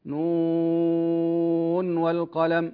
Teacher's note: لا نقول مثلا نون والقلم، لا هذا خطأ، نظهر النون من غير سكت ومن غير فصل بينها وبين الواو · Term: الإظهار